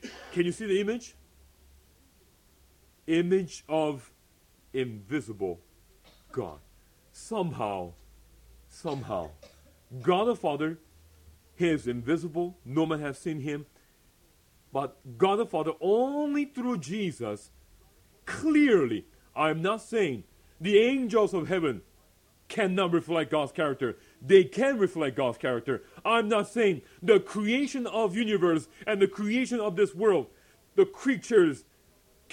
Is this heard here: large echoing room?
yes